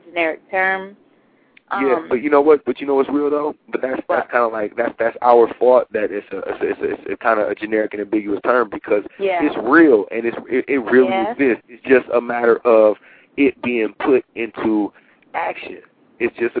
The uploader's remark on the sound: Live call-ins & music features included!